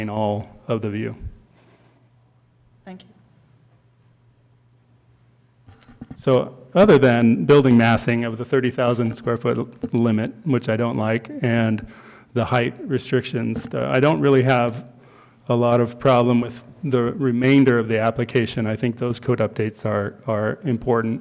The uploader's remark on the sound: Live recording of the Astoria Planning Commission meeting. Slight tech difficulties at the start of the recording meant that the initial and customary roll call of commissioners was not recorded.